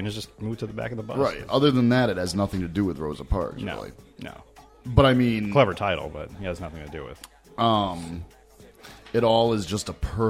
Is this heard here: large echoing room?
no